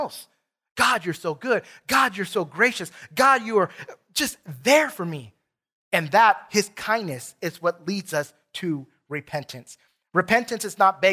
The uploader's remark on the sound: Recorded from South Gate Fellowship in Duncanville, TX on Sunday, September 5, 2021.